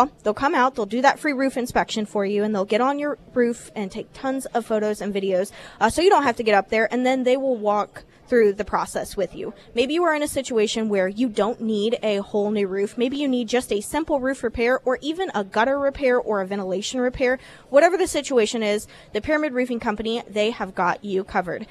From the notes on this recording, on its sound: live at Scramblers Diner